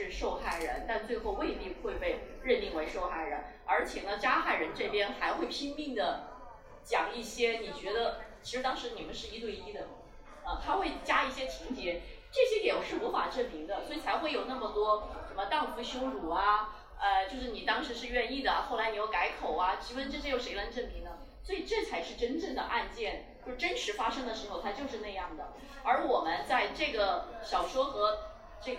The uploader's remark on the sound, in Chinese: 在北京DT51 RDV书店。本次活动直播观看人次达十几万。本期节目为活动的现场录音。